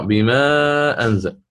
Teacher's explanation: ففي الأول أتيت بالقصر في بما أنزل، سآتي في الثاني بالتوسط